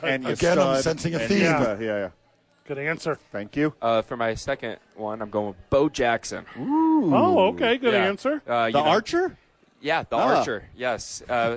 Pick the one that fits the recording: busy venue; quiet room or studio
busy venue